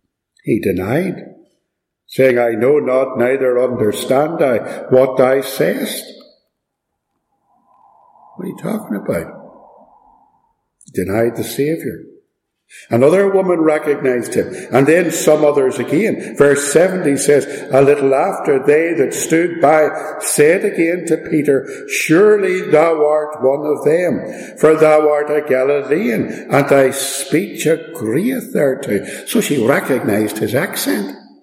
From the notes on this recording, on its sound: Preached and recorded at Ballymacashon.